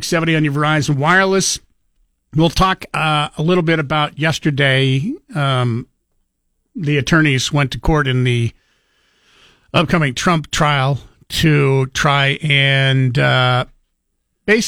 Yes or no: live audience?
no